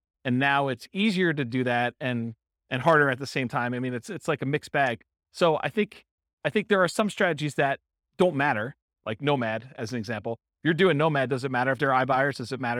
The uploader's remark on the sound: This was a live class recorded